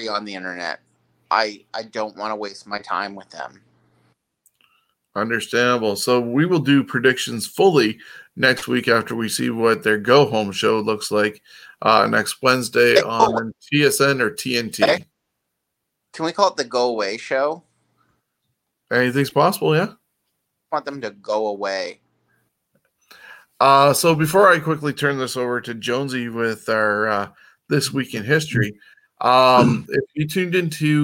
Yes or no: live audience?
no